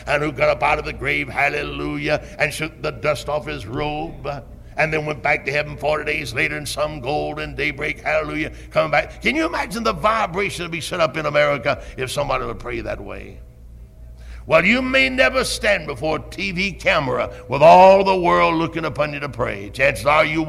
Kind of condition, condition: setting, large echoing room